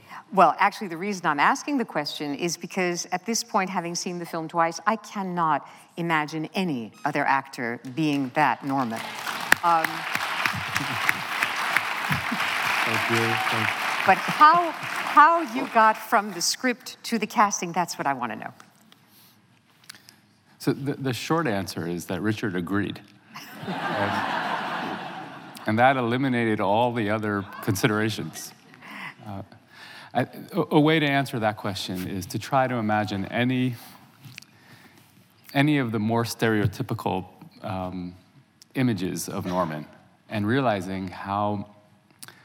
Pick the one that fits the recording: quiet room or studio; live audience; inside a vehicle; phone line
live audience